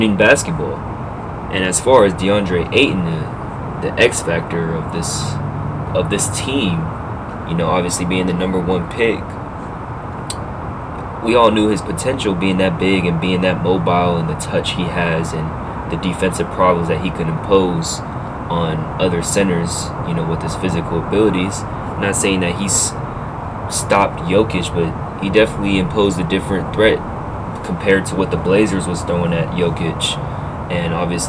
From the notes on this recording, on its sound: sorry about the background noise